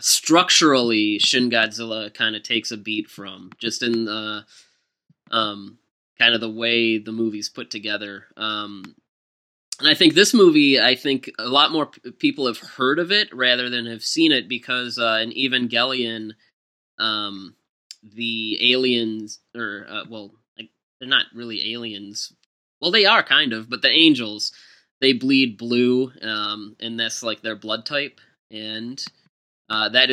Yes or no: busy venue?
no